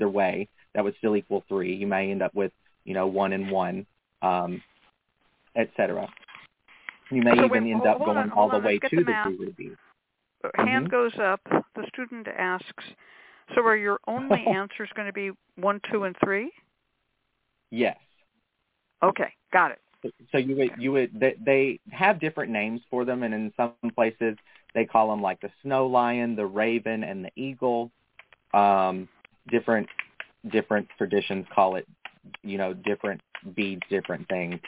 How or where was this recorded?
phone line